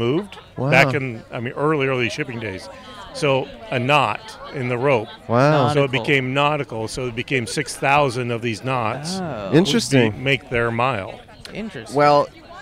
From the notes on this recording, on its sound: Recorded on 7/17/21 at Riverbed Farm in Anaheim, California.